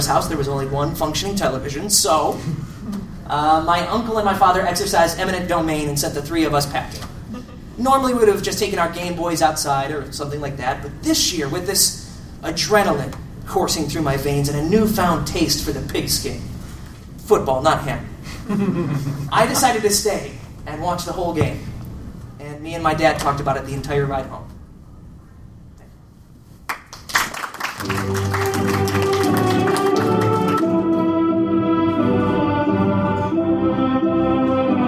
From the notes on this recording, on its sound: Live at Project Comic-Con, St. Louis. As it happens I recorded the show.